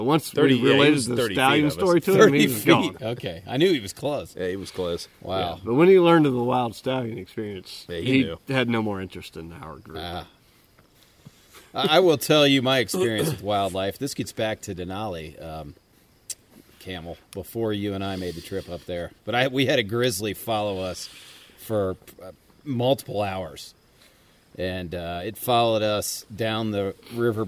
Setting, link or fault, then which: setting, outdoors